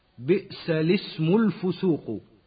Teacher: وكلمة الاسم يحذف ألفها وهمزتها حال وصلها بما قبلها